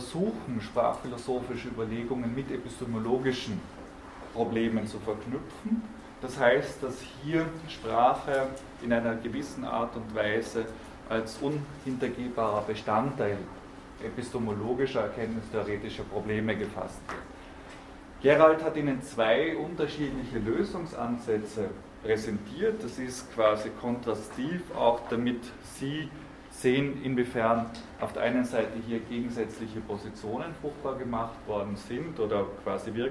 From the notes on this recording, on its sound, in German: Diese Vorlesung wurde von Studierenden aufgenommen